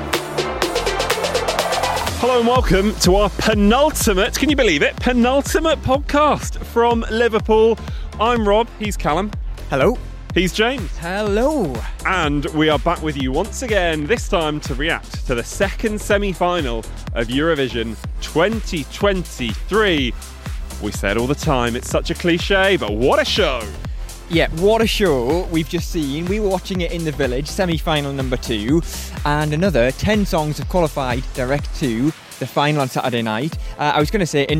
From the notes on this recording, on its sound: Live from Liverpool. Reaction from the Village, Press Centre, and highlights from our first live listener event at Sugar & Dice board game cafe here in Liverpool.